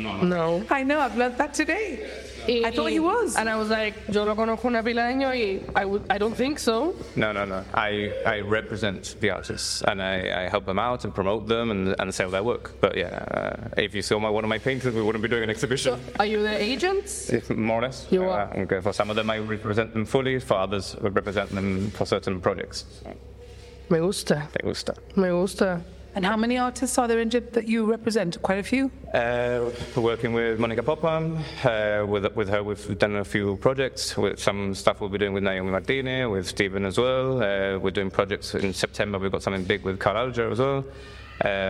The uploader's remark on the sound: Record at the Ace Art Revolution exhibition in the Gustavo Bacarisa’s Gallery in Casemates.